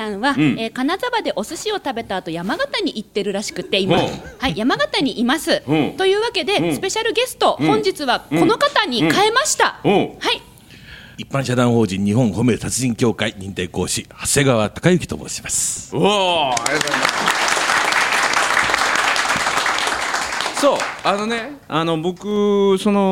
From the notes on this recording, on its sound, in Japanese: 公開収録